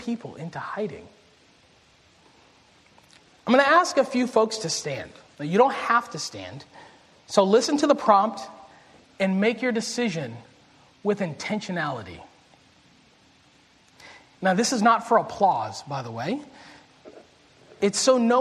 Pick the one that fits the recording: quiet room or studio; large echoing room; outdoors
large echoing room